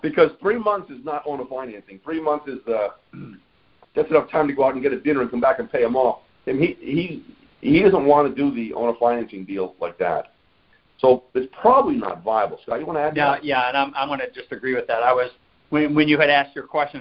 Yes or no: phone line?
yes